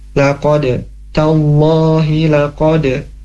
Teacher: Selanjutnya, laqad. Huruf dal, huruf dalnya punya sifat qalqalah dan dipantulkan ya.